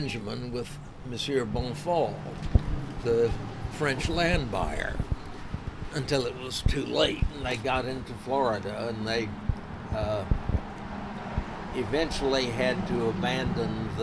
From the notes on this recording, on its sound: The conversation takes place outside, so you'll hear the occasional car drive by, or the wind blow from time to time.